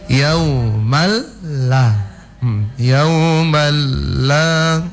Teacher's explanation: Yauman la idgham dia memang melebur langsung ke huruf lam, tapi tampak dengung.